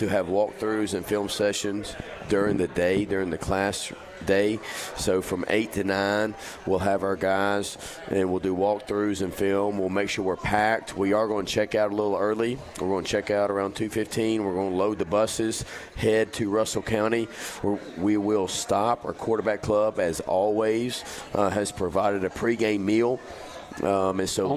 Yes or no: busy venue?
yes